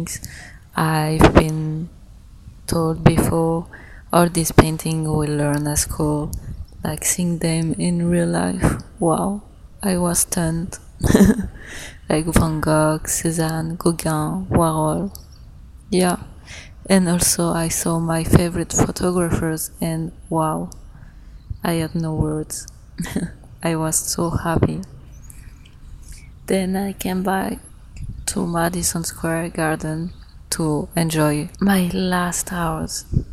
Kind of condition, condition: setting, outdoors